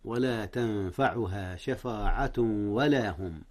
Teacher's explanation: أخفي النون قبل الفاء · Term: إخفاء